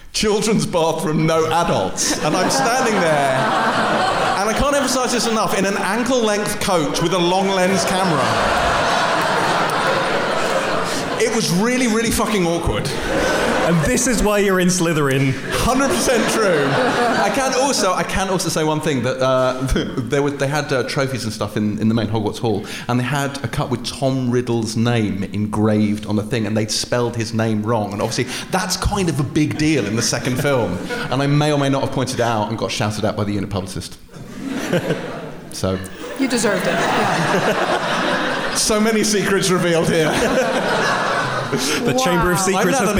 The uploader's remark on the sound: Live From Kings Place. At our spiritual home of Kings Place, London, in front of a sold-out audience. Take some audience questions.